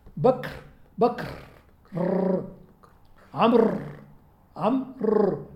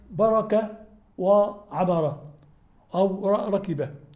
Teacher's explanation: السكون مع الوقف يعطي الحرف صورة مشددة نهائية، السكون في الوسط لا يسمح له بذلك. بكر بكر عمر عمر، الراء شديدة ليست كالتي هي في الوسط مثلا بركة وعمرة أو ركبة، فالراء في الوقف مع سكونها أشد منها في الوسط أو في الأول.